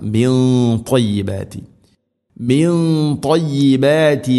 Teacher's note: ഇവിടെ ഇഖ്ഫാം ബിഗുന്ന, അവ്യക്തമാക്കി മണിക്കണം. അതേസമയം ത്വ എന്ന അക്ഷരം ഇസ്തിഇലാഇന്റെ അഥവാ സ്വരഭാരത്തിൽ ഉച്ചരിക്കേണ്ട അക്ഷരമാണ്. അതുകൊണ്ട് തന്നെ അതിൻ്റെ കൂടെയുള്ള ഗുന്നയും, ആ കൂടെയുള്ള ഗുന്നയും സ്വരഭാരത്തിലായിരിക്കാൻ ശ്രദ്ധിക്കണം